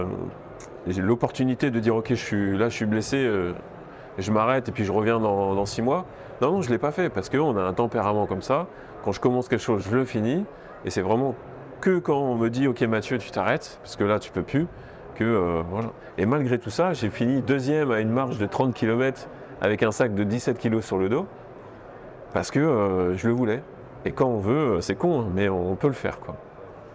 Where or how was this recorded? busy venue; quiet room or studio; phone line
busy venue